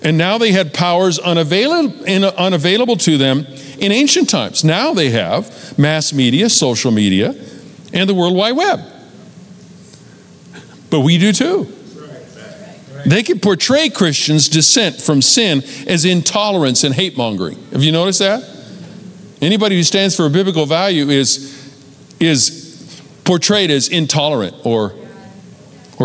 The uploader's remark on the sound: Recorded live at Capital Church in Meridian, Idaho